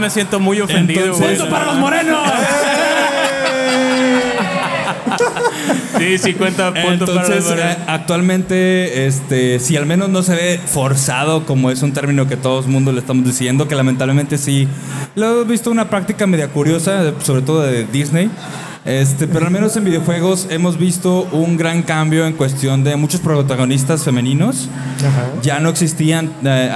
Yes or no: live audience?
yes